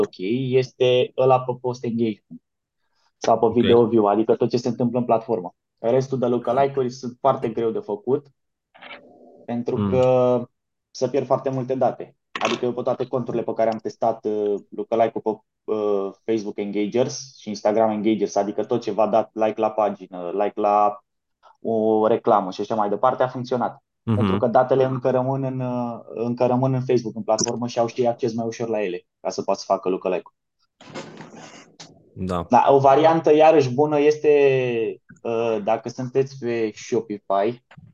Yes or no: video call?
yes